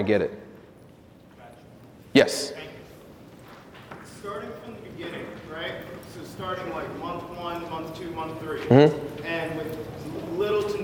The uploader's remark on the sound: Keynote speech at Wholesaling Summit 2018